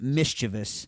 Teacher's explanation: You should be stressing the first syllable, the miss